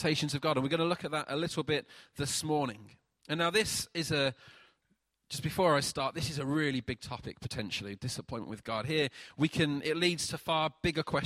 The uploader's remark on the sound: Recorded at freedomcentre church, Preston on Sunday 29th April 2018